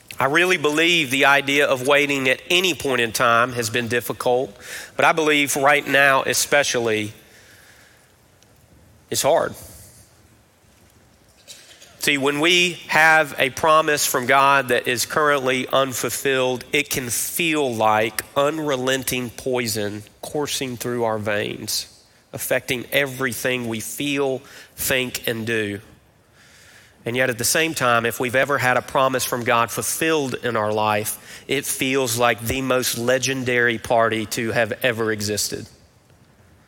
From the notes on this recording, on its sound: Recorded live at Brookwood Church on 08.06.23.